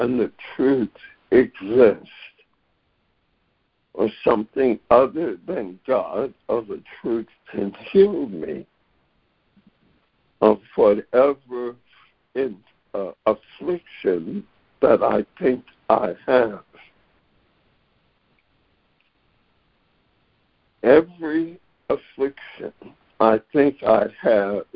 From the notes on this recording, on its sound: ACIM Daily Conference Call